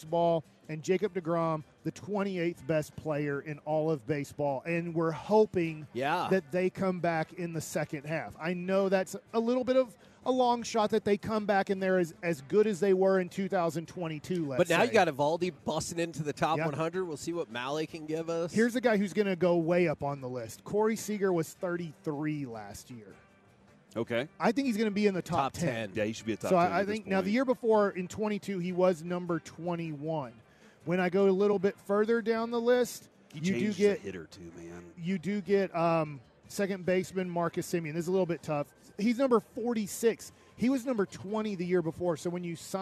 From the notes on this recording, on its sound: LIVE from Radio Row in Las Vegas!